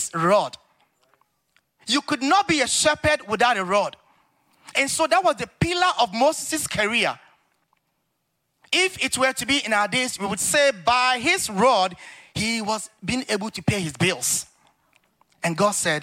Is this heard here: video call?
no